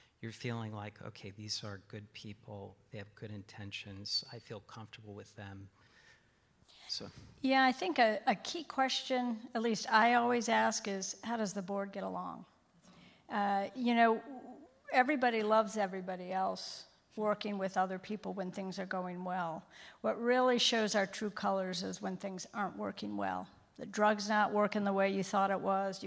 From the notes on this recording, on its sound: In this session recorded at CMO Summit 2022